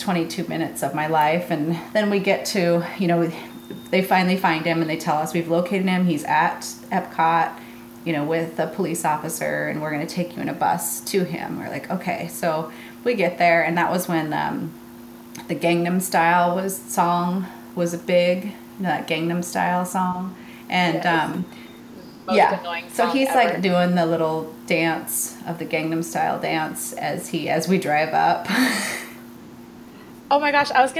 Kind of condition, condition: fault, sounds in the background